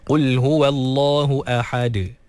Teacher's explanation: ha dikeluarkan daripada kerongkong pertengahan. Dan juga dal diqalqalahkan.